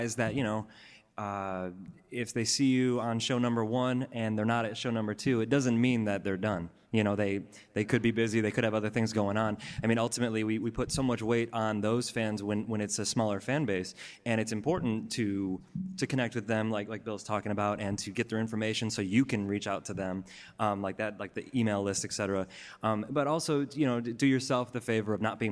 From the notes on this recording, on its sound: In a live podcast panel recorded in September at Rockit Bar & Grill